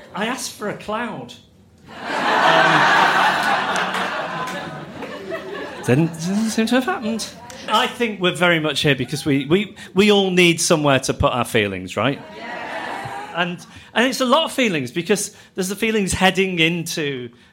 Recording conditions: live audience